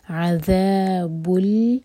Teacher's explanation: لام پر سکون تو لام پر جھٹکا نہیں آنا چاہیے